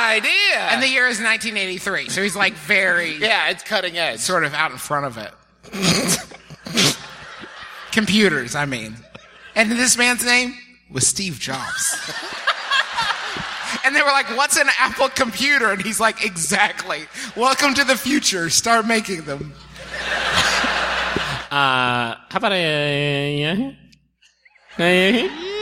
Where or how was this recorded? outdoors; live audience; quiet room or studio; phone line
live audience